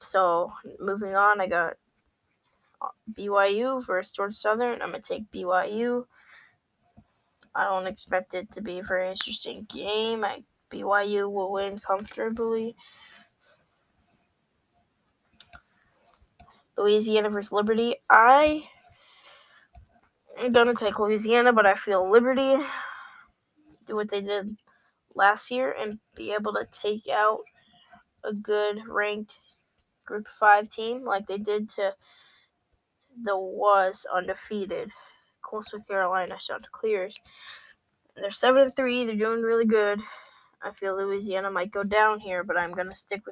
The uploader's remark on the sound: Sorry for the mic quality I don't have enough money for a nice expensive mic